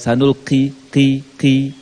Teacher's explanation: Ada kafnya, ada nafas yang keluar. Kalau ada nafas, suara nafas k, itu berarti kaf. · Term: nafas kafnya